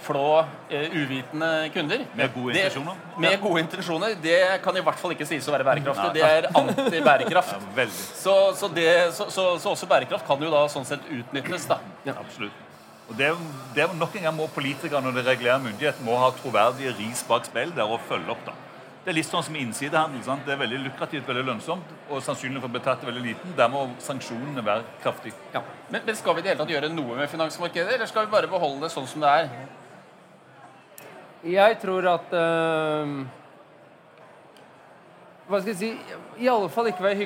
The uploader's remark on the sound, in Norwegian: LIVE på ONS 2022.